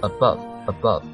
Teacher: 这个 above 那个啊它是一个中位元音，就是说它的那个发音位置应该是和那个 schwa 这样的发音位置是一样的